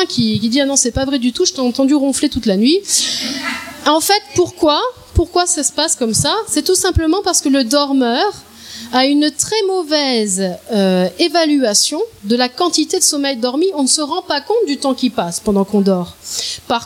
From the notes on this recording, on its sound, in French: Extrait de cette conférence